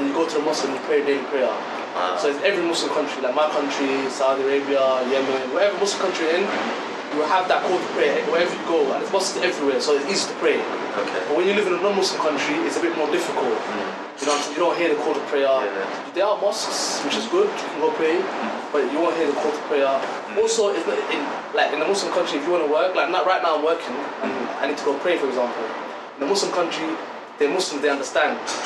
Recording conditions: sounds in the background